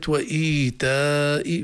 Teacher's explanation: مد متصل إذا الأول مد بنسميه مد بدل ملحق بالطبيعي حركتين والمد الثاني مد واجب متصل يقرأ بقدر 4 أو 5 حركات